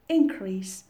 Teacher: The stress falls on the first syllable.